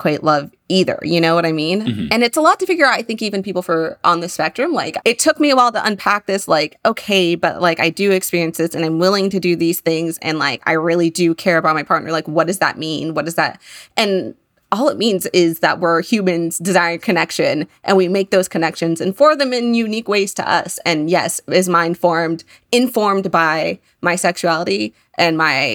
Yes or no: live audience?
no